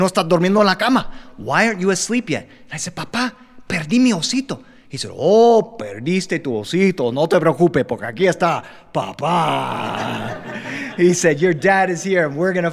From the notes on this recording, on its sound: Joined us with our live studio audience to record these stories.